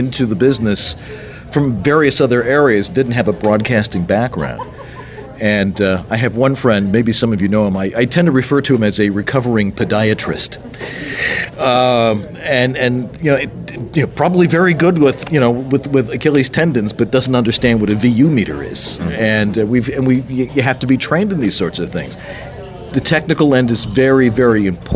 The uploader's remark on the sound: Live from Faffcon 6; San Antonio, TX. Guest-hosts in front of a live audience. We want to thank everyone both on the show and in the live audience!